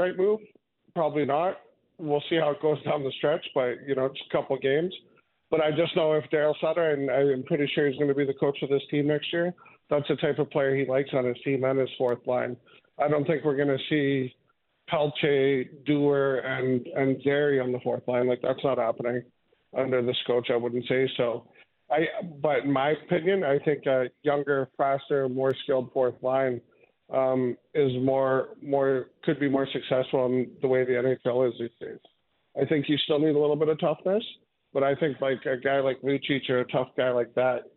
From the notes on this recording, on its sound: we open up the Phone and Text lines to let your hot takes fly!